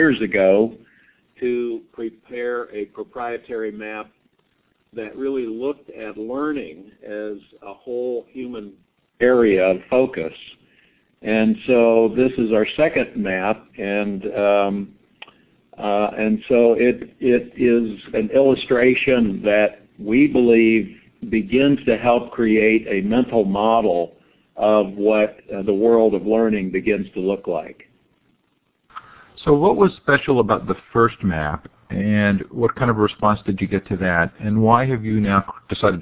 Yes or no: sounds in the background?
no